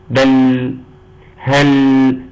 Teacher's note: صفة التوسط ما بين الشدة والرخاوة